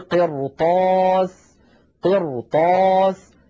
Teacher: هذه الراء أيضا ساكنة قبلها مكسور بعدها حرف استعلاء وهو الطاء غير مكسور، الطاء، فلذلك نفخمها تأثرا بجارتها الطاء المفتوحة. إذن هذه هي